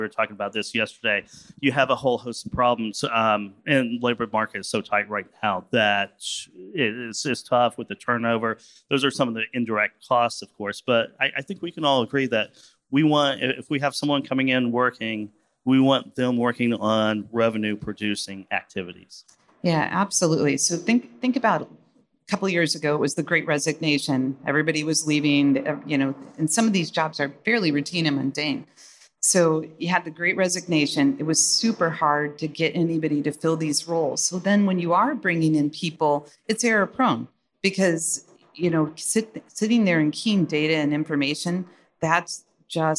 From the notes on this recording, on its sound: in this fireside chat on day 2 of F3